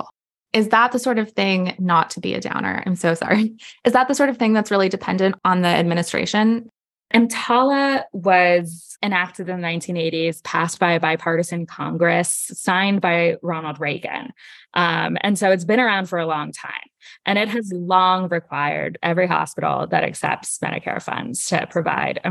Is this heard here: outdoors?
no